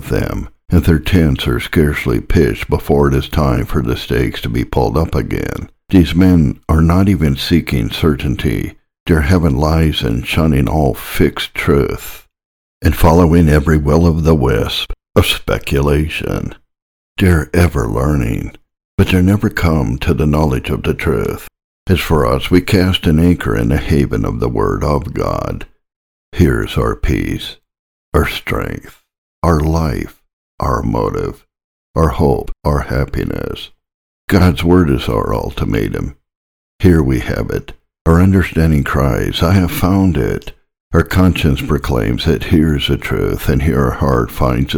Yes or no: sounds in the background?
no